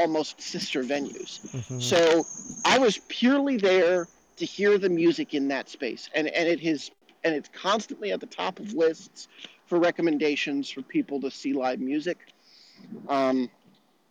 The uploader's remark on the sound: across the Cumberland River in downtown -- on foot